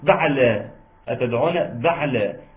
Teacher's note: وتسكين العين بعلا، اوعى تقطع العين